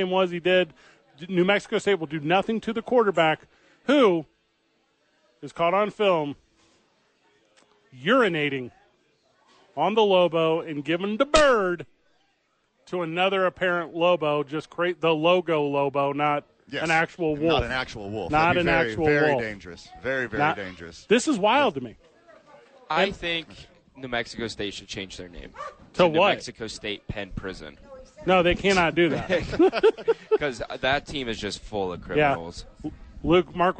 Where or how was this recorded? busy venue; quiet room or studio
busy venue